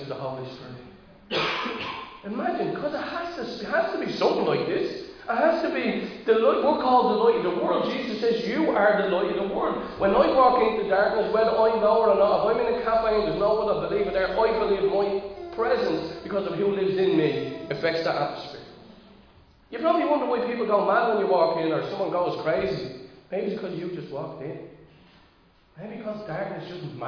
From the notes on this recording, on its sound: Recorded live in Liberty Church on 19 June 2022